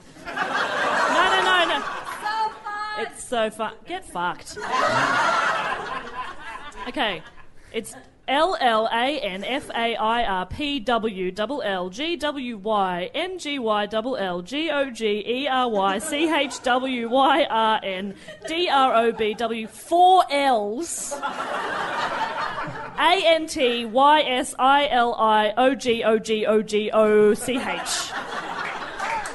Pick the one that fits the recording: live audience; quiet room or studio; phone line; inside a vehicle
live audience